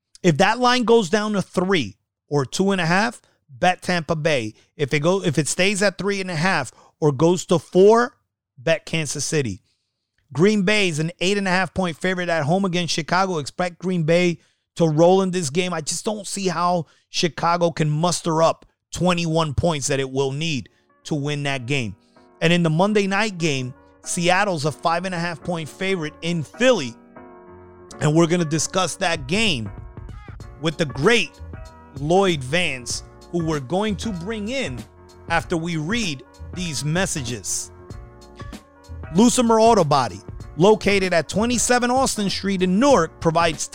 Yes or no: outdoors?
no